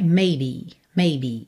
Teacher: quando dita de maneira normal, curtinha, ela é maybe, maybe. Ou seja, o som final dela é e